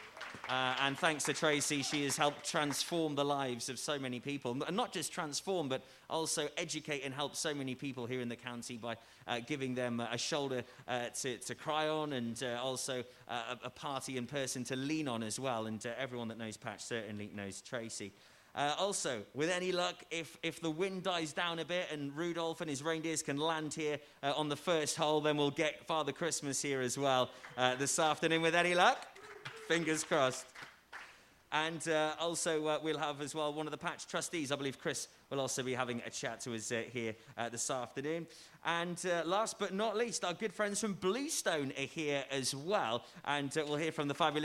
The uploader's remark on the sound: LIVE for the PATCH Toy Appeal from Fountain View, Milford Haven Golf Club